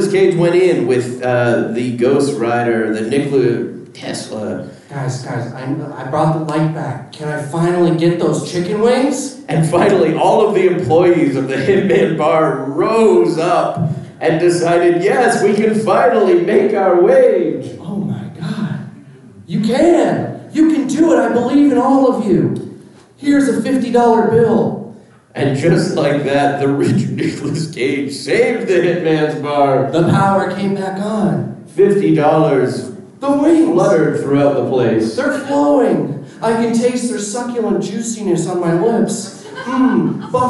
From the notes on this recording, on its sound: Calgary Expo 2023 LIVE. Are live from Calgary.